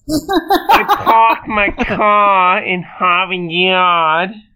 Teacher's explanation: if you say it in like a vaudeville version, leaving all those R's out, you're non-rhotic. If you say it with all the R's in, you're being rhotic.